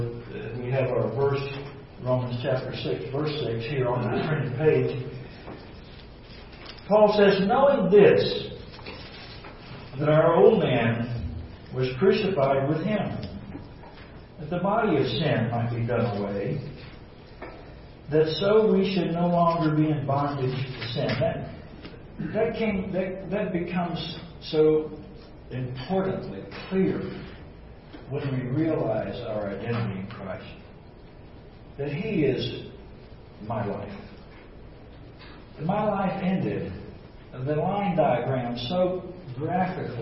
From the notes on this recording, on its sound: This recording is an excerpt from an Exchanged Life Life Conference (March 3-4, 2017, by Grace Fellowship International).